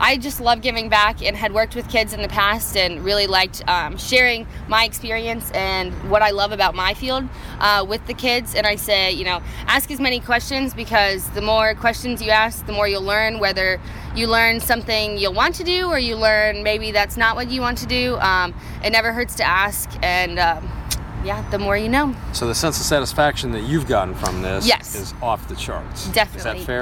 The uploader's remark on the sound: Live from the SAME/U.S. Army Engineering & Construction Camp in Vicksburg, Miss.